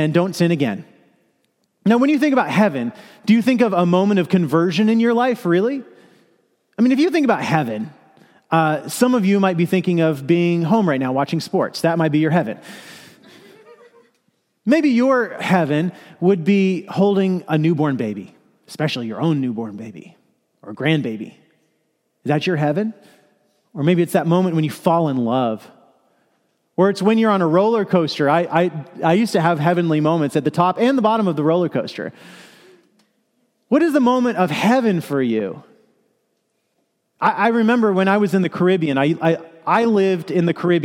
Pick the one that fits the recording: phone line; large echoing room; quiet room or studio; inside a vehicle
large echoing room